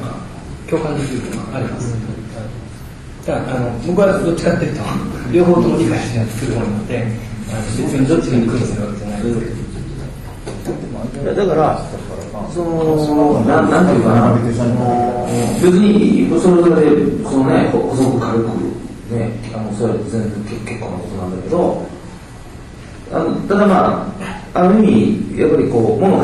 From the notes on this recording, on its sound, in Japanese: 京都大学高松研究室展覧会「the horizon」にあわせて、京都にてはじめて建築系ラジオ公開収録が開かれた。京都のASPHODELにて。